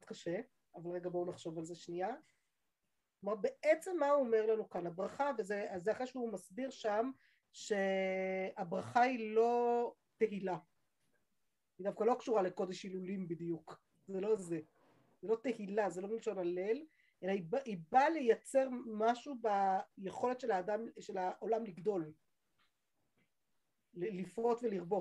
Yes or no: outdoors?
no